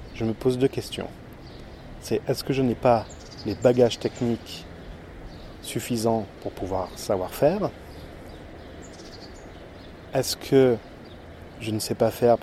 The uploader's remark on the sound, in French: Je continue l'enregistrement Live sans remontage. Seul les extraits, intro et conclusion sont insérés en post prod. Enregistrement avec le Zoom H1 en extérieur à Lyon.